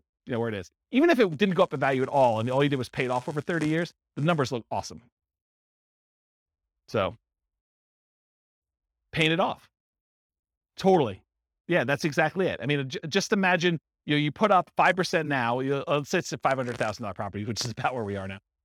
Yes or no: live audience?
yes